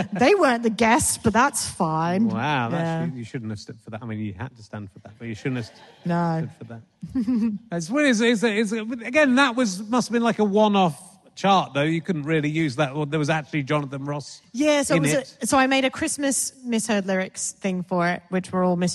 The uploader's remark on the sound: A rare live Book Club coming to you from Tunbridge Wells